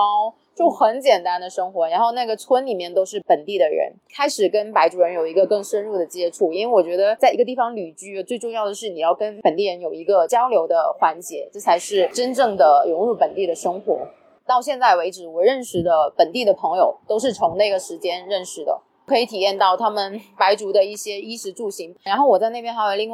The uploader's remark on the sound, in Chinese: 本期节目于户外录制，更推荐你在安静的环境下收听